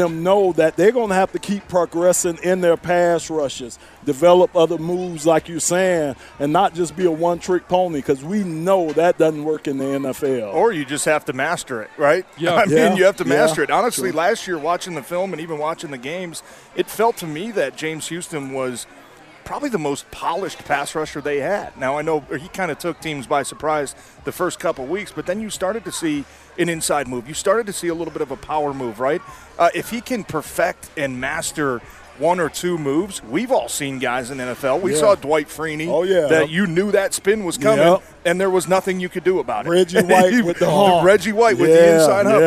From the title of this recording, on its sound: Live From Lions Training Camp